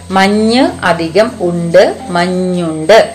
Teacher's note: മഞ്ഞുണ്ട് എന്ന പദത്തിൽ ആ ചന്ദ്രക്കല പോയി അല്ലെങ്കിൽ അര ഉകാരം ലോപിച്ചു പോയി · Term: ലോപസന്ധി